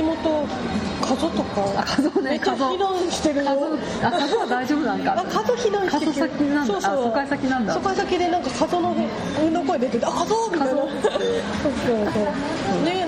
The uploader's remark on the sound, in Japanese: カフェバーでの収録の為、周囲の音入りまくりです。聞きづらくて申し訳ありません。